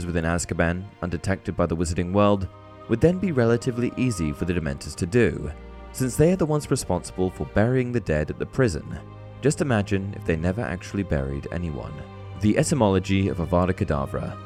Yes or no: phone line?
no